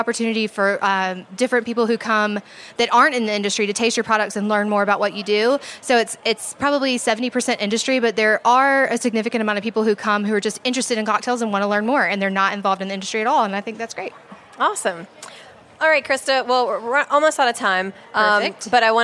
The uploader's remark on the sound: She stopped by the HRN tent at Slow Food Nations with her dog, Winston.